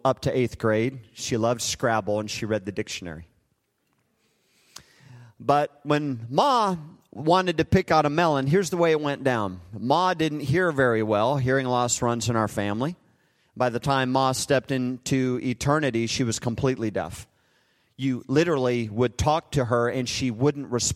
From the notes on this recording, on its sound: Recorded live at Hope Church in Springfield, Mo.